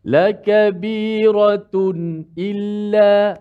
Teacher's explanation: ah, tu dah lebih ha hanya cecah saja makhraj nun dan uh, suara gunah nun yang semula jadi tu berdengung kemudian terus ambil hamzah